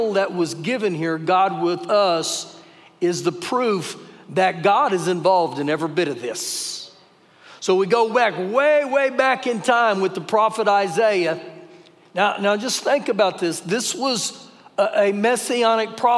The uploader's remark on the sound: Recorded live during our Wednesday night service